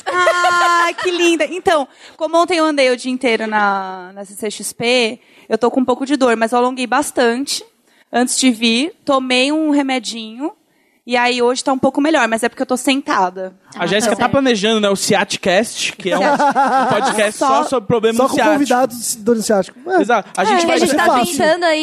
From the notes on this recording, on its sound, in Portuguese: Ao Vivo do CCBB SP. Num ao vivo que sintetiza a energia de todos esses podcasts.